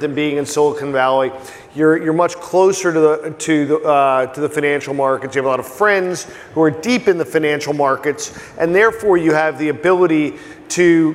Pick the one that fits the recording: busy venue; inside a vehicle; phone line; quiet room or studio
busy venue